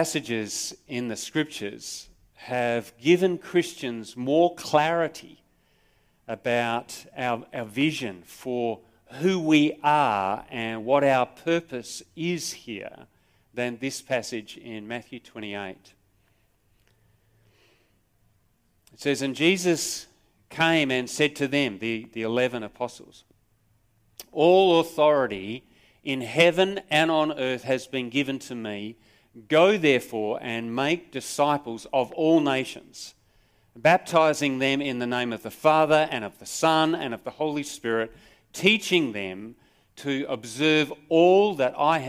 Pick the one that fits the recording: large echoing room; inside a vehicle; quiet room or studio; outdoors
large echoing room